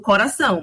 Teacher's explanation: No Nordeste, muitas regiões, a gente vai encontrar a pronúncia aberta de vogais. Nós falamos O, no Sudeste as pessoas falam O.